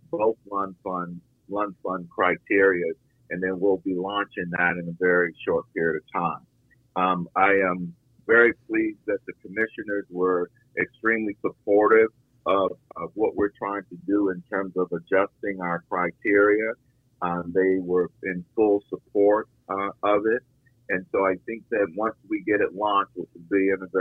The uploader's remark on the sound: talks by phone